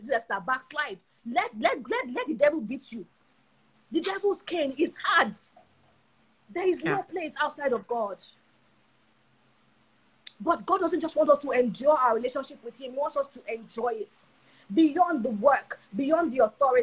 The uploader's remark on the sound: The Instagram live session